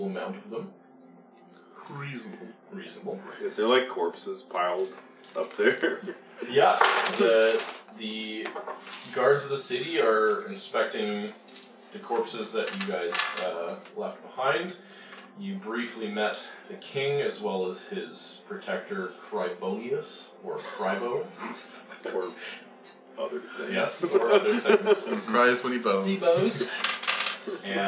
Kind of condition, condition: fault, background noise